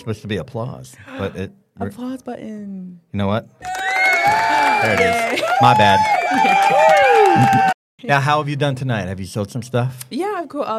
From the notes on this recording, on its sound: This episode is unique as the recording took place during our Jingle Fest event. Jingle Fest is an annual event, hosted by the Troy University IDEA Bank, which brings together student entrepreneurs, the local community, and loads of holiday cheer!